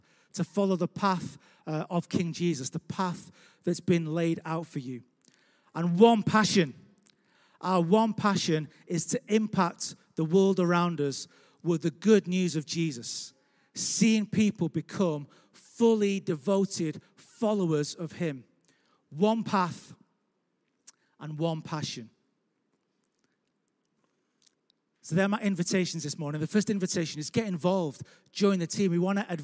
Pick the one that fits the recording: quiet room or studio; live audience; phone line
live audience